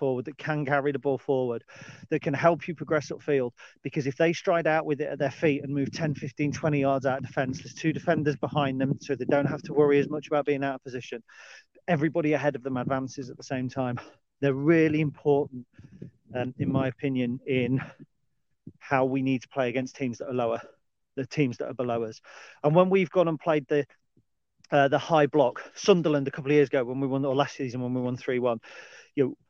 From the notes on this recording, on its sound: Dog Walk Special. This time recorded in the hills of the Lincolnshire Wolds. Whilst walking the trails near my house. The sound quality is rustic, and there's little planning.